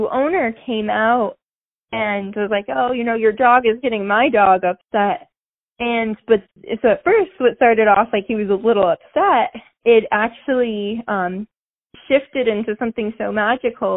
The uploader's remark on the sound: On the phone